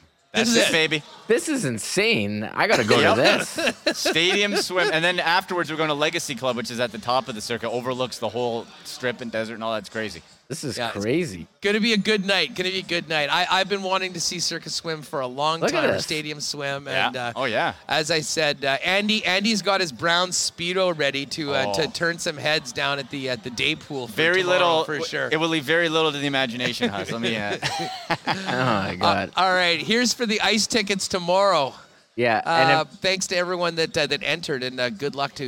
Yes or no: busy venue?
yes